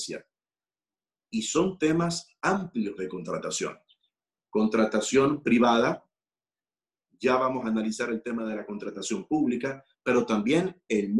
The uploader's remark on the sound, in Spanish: a través de la plataforma ZOOM